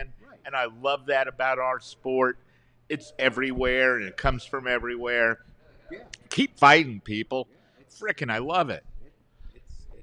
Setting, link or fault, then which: setting, busy venue